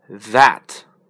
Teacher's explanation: 发 T H 的时候，啊，声带是参与运动的 · Term: 浊辅音的 T H